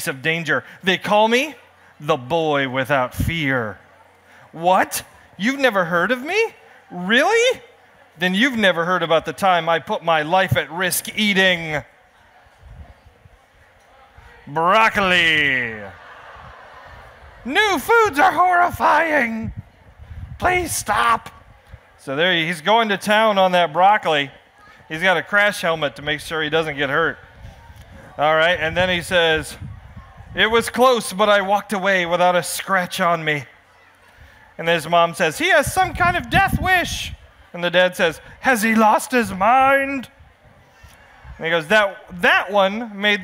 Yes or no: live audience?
yes